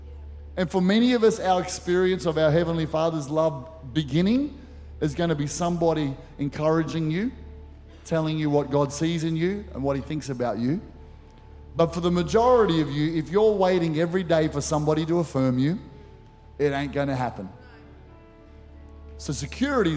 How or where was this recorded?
large echoing room